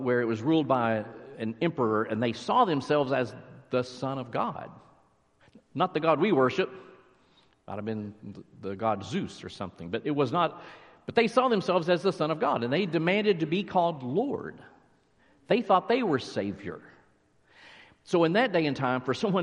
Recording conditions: large echoing room